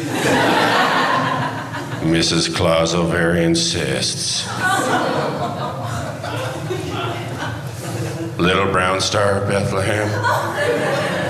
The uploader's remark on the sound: LIVE from UCB-Sunset